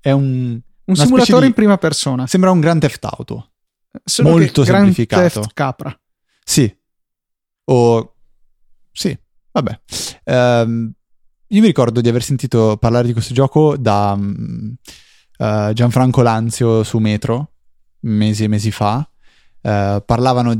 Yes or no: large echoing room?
no